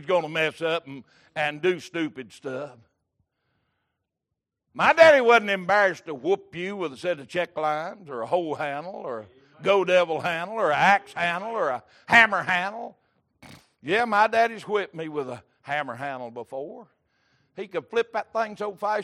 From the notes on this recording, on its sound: Sunday Evening Service.